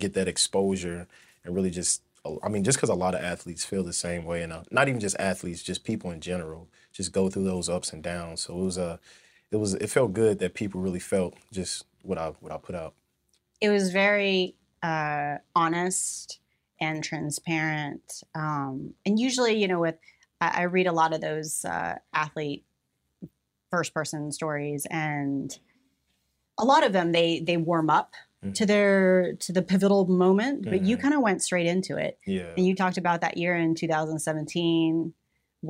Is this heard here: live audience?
no